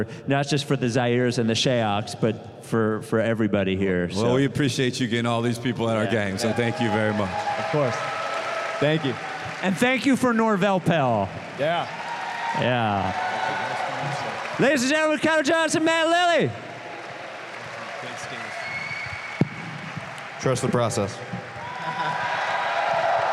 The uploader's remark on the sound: Delaware, where the Process still lives. We spent Friday night in Wilmington. In front of the biggest crowd in 76ers Field House history.